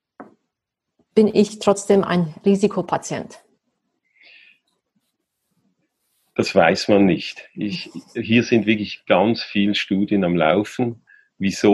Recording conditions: video call